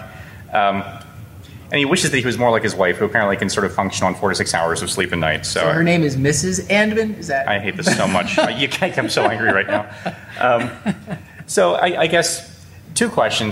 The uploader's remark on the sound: LIVE from CHEST 2019. During this live recording at CHEST.